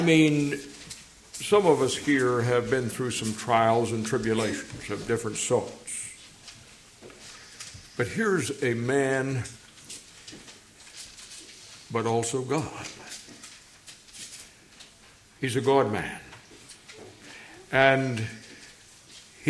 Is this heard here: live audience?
yes